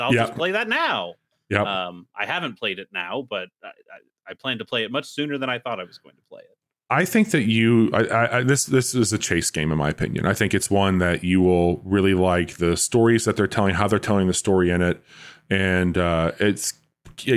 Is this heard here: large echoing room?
no